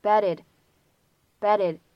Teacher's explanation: double t 它变成了一个闪音